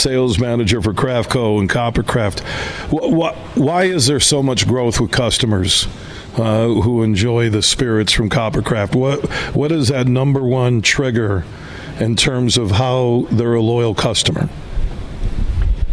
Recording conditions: busy venue